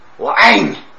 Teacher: 我强调了你的重音和它的调值的往下